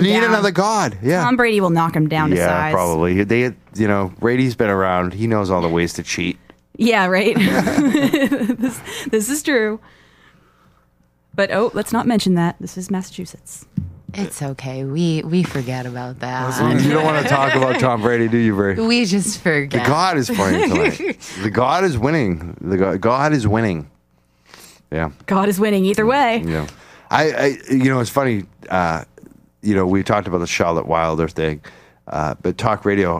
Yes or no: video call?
no